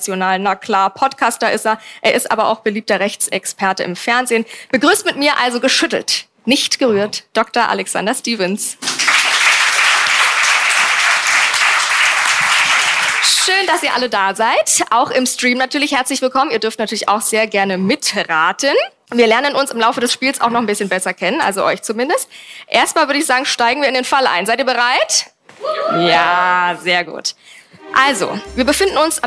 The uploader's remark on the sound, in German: Diese Folge wurde live auf dem Crime Day in Hamburg aufgenommen.